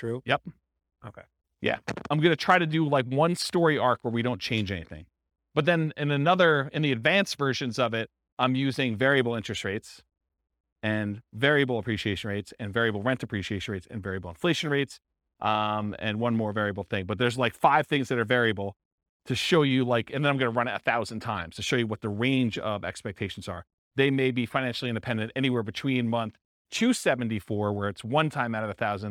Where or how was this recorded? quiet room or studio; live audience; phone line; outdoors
live audience